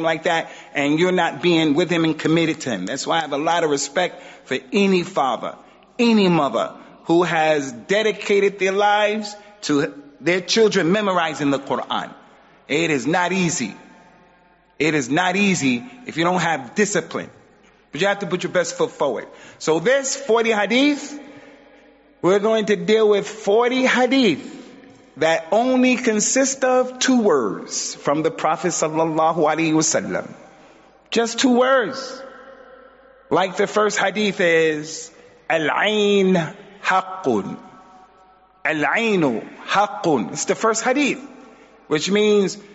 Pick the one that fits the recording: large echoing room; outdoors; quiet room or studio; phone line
large echoing room